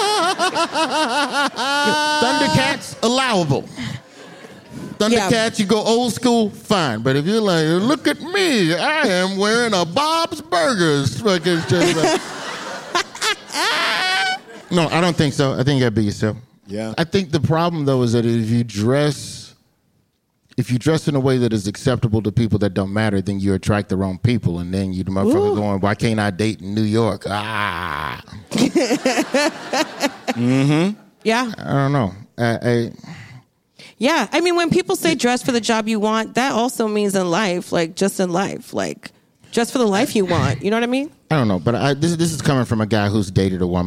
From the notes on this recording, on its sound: Live at the Bell House.